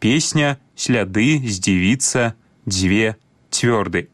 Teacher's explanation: Усе памятаем, што пры карэктным беларускім вымаўленні свісцячыя зычныя прыкметна памякчаюцца перад наступнымі мяккімі гукамі: песня, сляды, здзівіцца, дзве, цвёрды. · Term: мяккасць свісцячых зычных